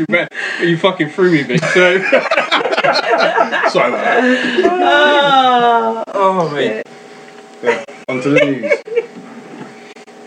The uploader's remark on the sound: A technical issue has struck the Rival Show. Due to the interference of a feline (yes a cat) things didn't quite go to plan. Unfortunately the sound quality just isn't what we're used.